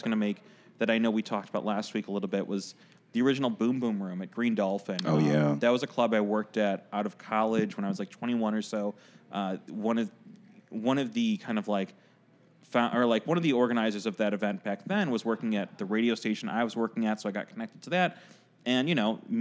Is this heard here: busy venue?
yes